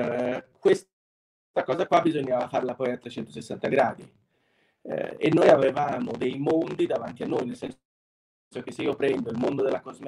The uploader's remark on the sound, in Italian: Ci scusiamo per la qualita' audio di questa live, come potrete constatare abbiamo avuto dei problemi di connessione che sfortunatamente non ci hanno e vi hanno permesso di fruire di questo episodio a pieno.